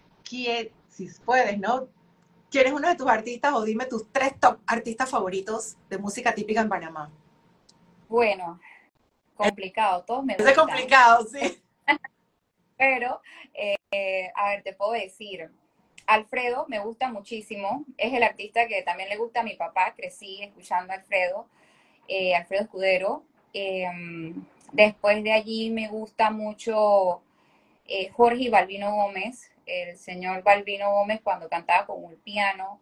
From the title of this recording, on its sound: IG Live